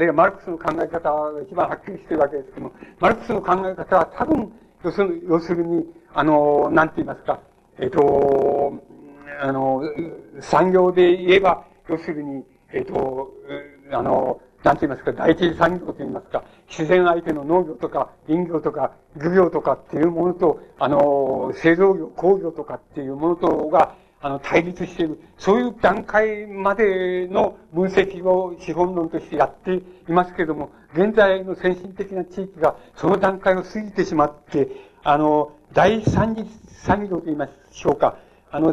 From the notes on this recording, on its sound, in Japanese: 主催：京都精華大学 学生部 場所：京都精華大学。場所は京都精華大学大教室。一般の人にも開放され、 他学生の参加も多かった。音源はVHSテープから 音声データを抜き出したもの。